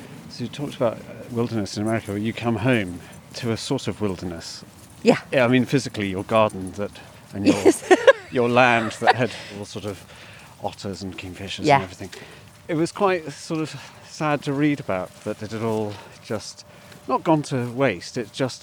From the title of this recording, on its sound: A riverside walk